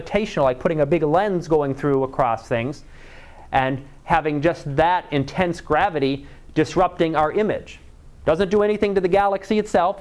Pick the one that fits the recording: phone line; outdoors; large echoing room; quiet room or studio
large echoing room